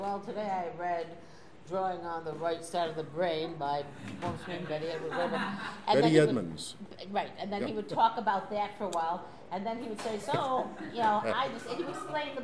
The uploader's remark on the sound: SCC Special Chicago: Del Close Panel part 1. At the iO Theatre in Chicago. Answer questions from the audience.